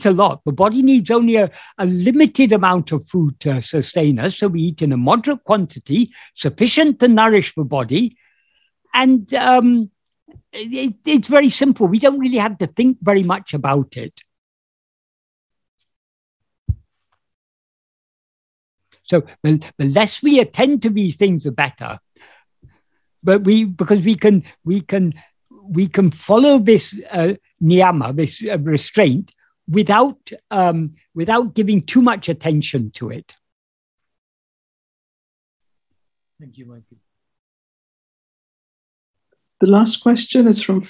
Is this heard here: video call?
yes